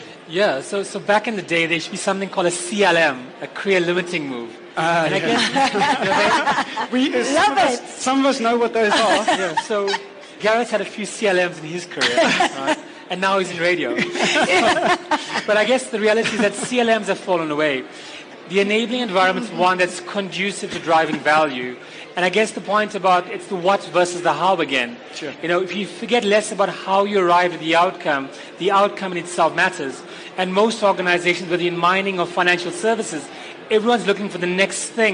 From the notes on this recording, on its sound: With a panel of thought leaders and experts at LeaderEx 2016. LIVE, interactive masterclass at Sandton Convention Centre, during which our audience were also able to ask the questions we all ask.